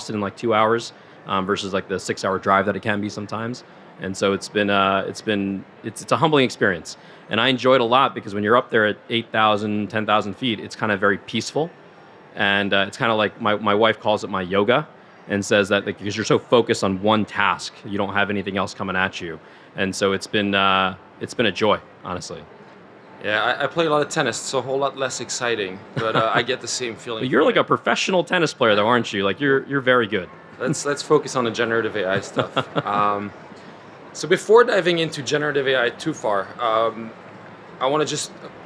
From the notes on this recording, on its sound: Live from SXSW 2023. Originally recorded in front of a live audience at SXSW 2023.